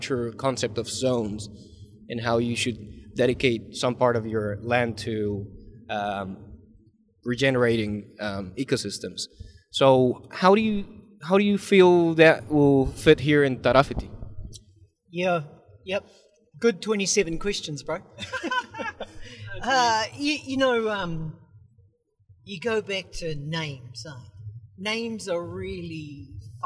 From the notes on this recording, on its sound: The sound may be a bit weird, as it was recorded on the go in the car going to Uawa.